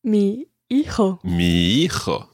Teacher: Although it starts with an H, you don't pronounce the H. The H is always, always silent in Spanish.